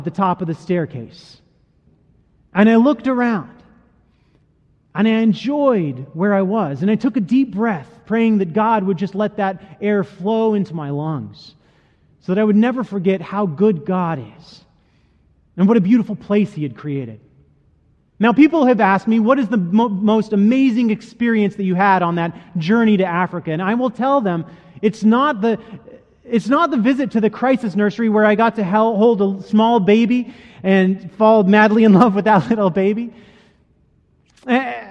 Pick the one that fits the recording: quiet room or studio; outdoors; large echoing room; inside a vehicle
large echoing room